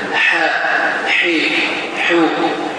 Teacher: Mələ hə hərfi Azərbaycan dilində olan hə hərfinin qalın formasına, mələ qalın, boğazın sıxılması nəticəsində, boğazın ortasında vasatul xalq deyilən bir yerdə tələffüz olunan bir hərfdir